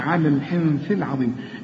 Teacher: وفي عندي نون اهي وبعدها الثاء لازم اغنها